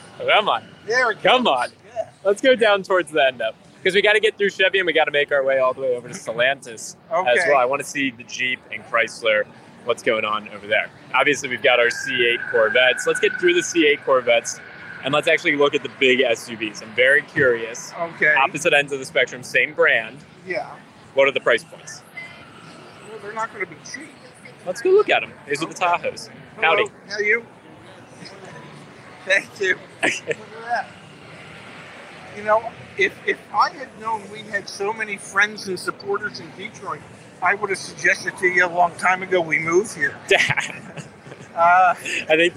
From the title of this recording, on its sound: LIVE FROM DETROIT AUTO SHOW